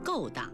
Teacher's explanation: 请朋友们注意，勾当的勾应该读去声